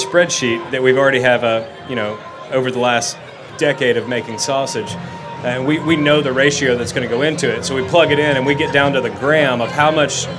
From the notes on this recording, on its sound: A chat around the Springer Mountain Farm campfire at Charleston Wine + Food.